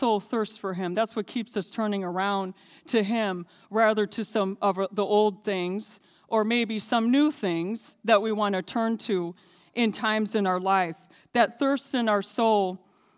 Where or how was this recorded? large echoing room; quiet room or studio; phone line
large echoing room